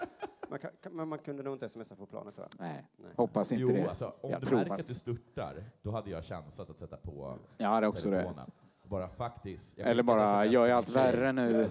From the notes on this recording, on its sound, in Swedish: Inför publik på Rigoletto.